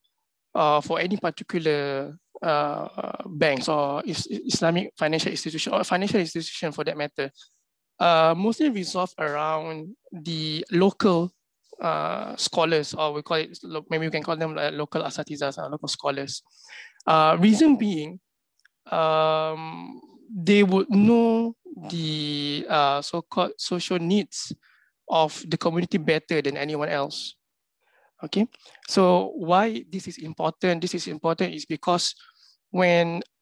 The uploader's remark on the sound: This public talk was conducted online via Zoom